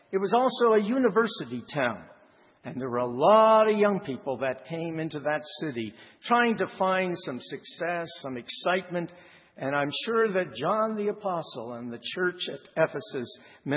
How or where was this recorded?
large echoing room